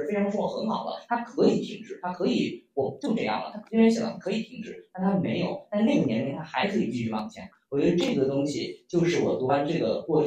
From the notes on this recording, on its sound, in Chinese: 我们在线下举办的一次读书分享会。由于现场收声，所以音频的音质有些受损。